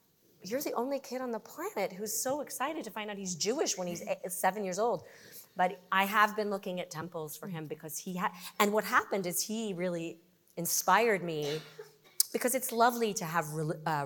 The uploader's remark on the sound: LIVE at Chai in the Hub. For our third-ever live podcast, we went big—a big crowd and a big-time Hollywood celebrity. A live audience of more than 450 people. At CJP’s annual Chai in the Hub celebration.